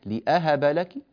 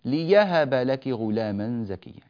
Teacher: لنا تحقيق الهمزة لأهب لك، أو إبدالها ياء ليهب لك غلاما زكيا، ليهب بإبدال الهمزة ياء.